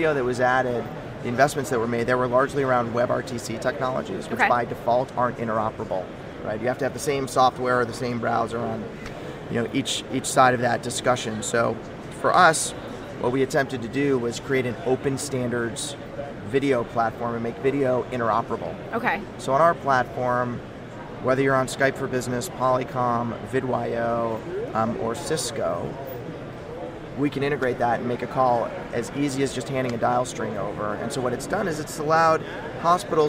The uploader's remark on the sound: LIVE From #HIMSS17